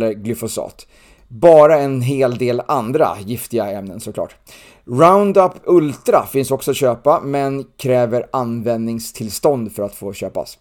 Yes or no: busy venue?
no